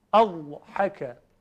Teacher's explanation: درشتی که داره هیچی، یه حالت استطاله یا کشش کوتاهی هم داره